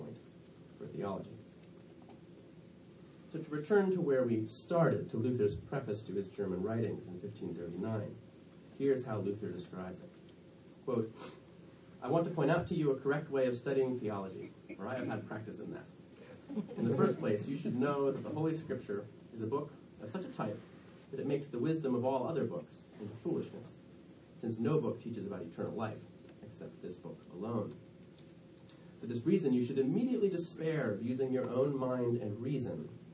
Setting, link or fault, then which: setting, live audience